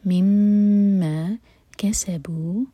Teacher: میم پر غنہ جس پر شدہ ہے